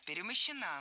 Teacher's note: Ударение в этой форме падает на окончание «а»